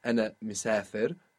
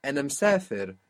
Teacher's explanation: the small I being lost across the word boundaries · Shown in: second take